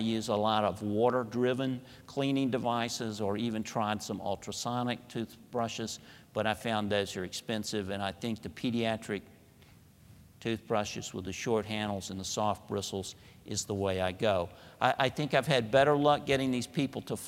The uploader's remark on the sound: Audio podcast from the 8th Annual SDPA Fall Dermatology Conference in Grapevine, TX.